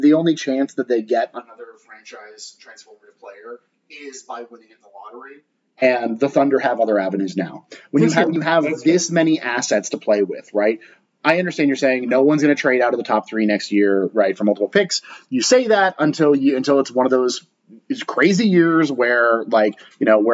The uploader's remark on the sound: Apologies that the audio quality wasn't up to our usual standards due to some technical difficulties (user errors)